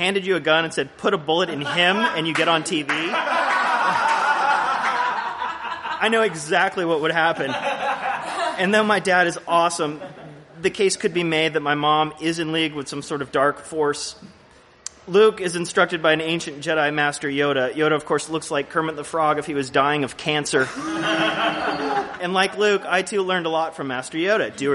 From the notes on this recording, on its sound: Live from the Jangleheart Circus! Upstairs Gallery - the venue we used to call home - hosted an awesome comedy festival in the city, and they were kind enough to let us record an episode of our podcast there.